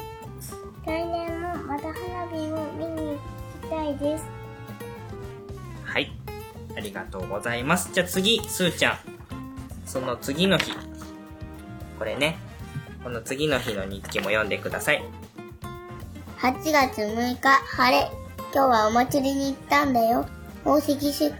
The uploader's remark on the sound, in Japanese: 別録した実際の音源もはさんでいますので。本編中、ゲスト２人が発する いろいろな雑音が飛び交います。